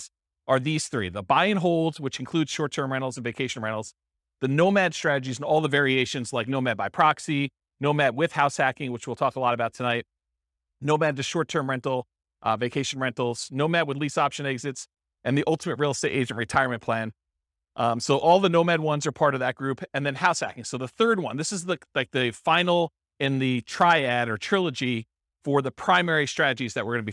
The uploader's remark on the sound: This was a live class recorded.